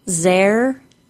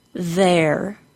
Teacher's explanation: Some students also substitute a Z sound for a voiced TH.